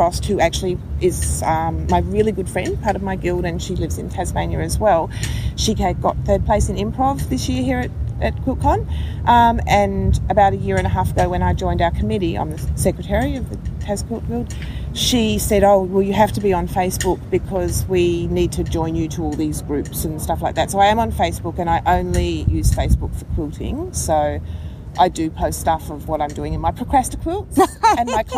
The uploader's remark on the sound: QuiltCon 2017. I caught her just a few hours before she had to catch a flight back home. We sat on the grass outside the convention center and chatted.